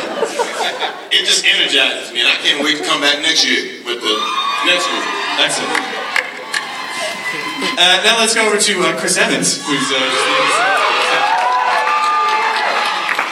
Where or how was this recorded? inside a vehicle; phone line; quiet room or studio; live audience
live audience